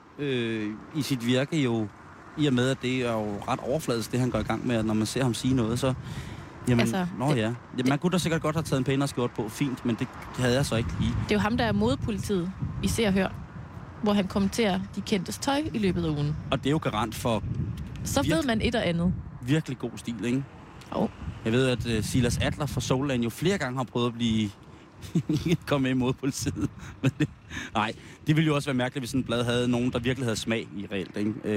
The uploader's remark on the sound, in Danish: sender live udenfor Ørsted Hus